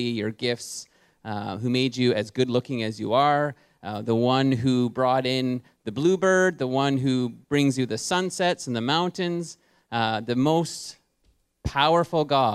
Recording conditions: large echoing room